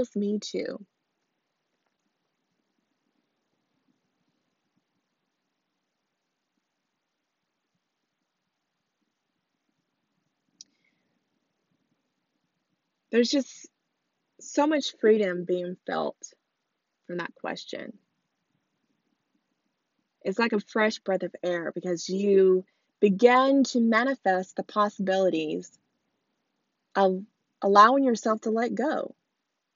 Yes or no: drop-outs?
yes